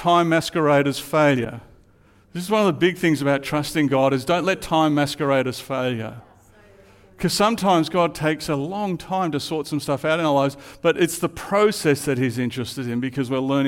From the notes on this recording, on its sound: Live at Echo Church Melbourne Sunday February 11